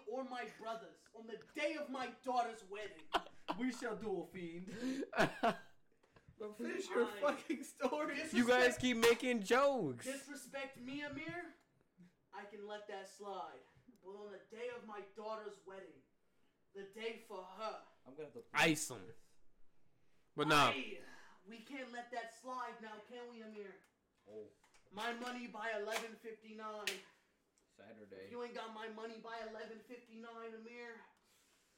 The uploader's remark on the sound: NEW YEAR event we did it this year. We talked in person sorry for the audio if it's way too loud.